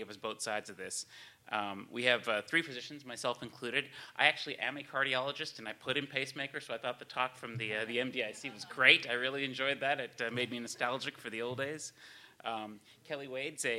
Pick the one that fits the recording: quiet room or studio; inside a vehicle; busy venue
busy venue